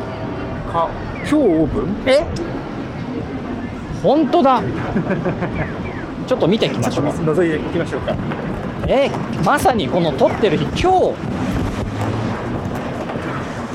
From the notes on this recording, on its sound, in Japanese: ロケ収録 モーニングを求めて名古屋駅西を歩く（前編）。今回はロケ収録の前編。午後でもモーニングを提供している喫茶店、その名も「喫茶モーニング」に向かって、これまで名古屋ニュースで取り扱ったスポットなども立ち寄りながら名古屋駅西を散策しました。